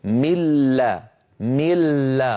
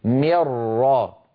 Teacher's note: فإن النون تتحول بجزئيها اللساني والخيشومي إلى الحرف الآتي بعدها، سواء كان الحرف الآتي لاما أو راء · Term: الإدغام بلا غنة